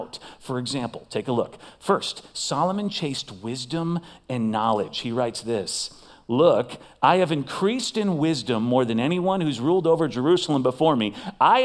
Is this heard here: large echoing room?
yes